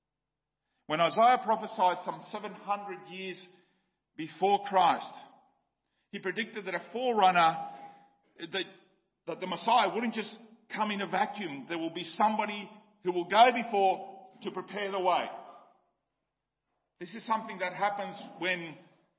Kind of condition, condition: setting, large echoing room